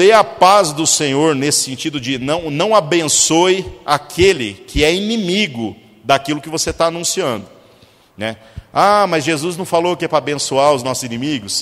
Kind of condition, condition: setting, large echoing room